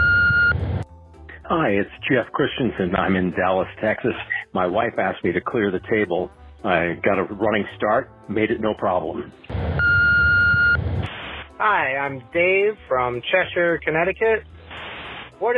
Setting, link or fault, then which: link, phone line